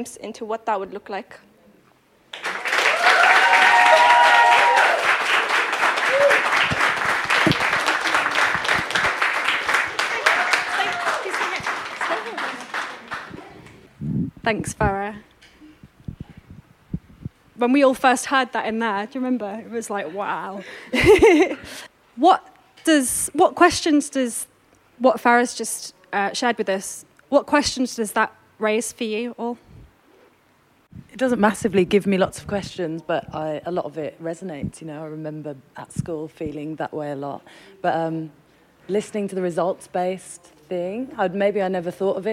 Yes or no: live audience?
yes